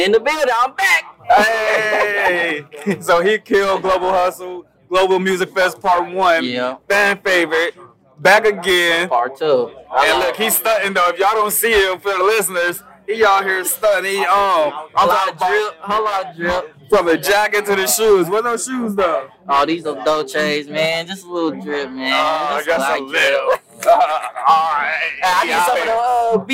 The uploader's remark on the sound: backstage at the Global Music fest 2 in Inglewood